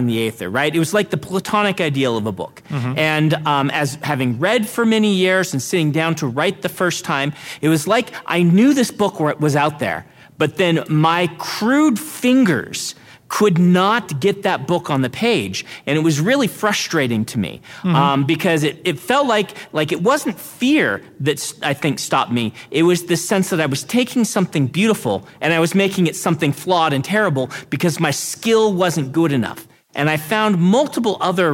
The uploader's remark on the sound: This episode was recorded live at NASFIC.